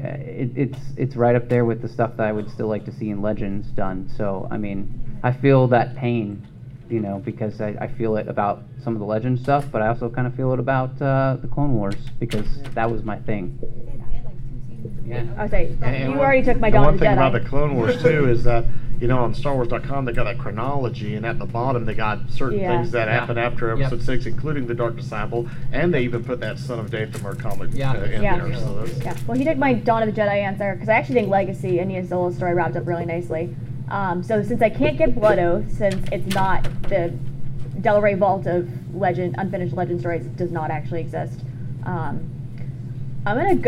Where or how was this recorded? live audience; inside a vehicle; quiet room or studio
live audience